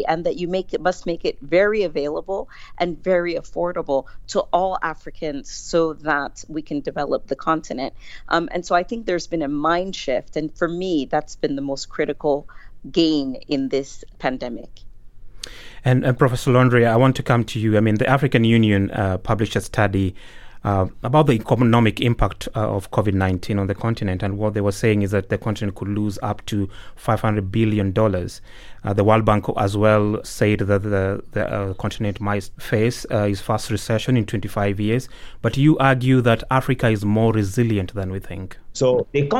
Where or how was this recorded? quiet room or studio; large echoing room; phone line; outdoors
quiet room or studio